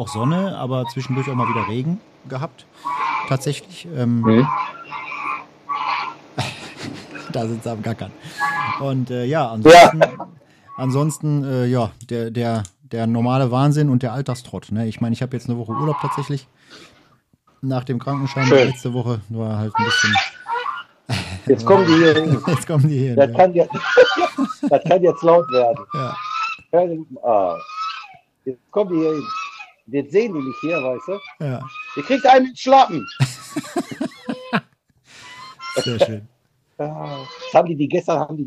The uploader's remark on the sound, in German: Live aus der Karibik